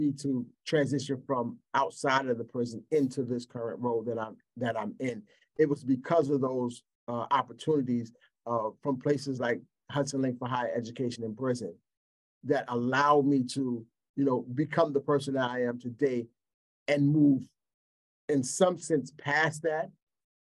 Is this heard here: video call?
yes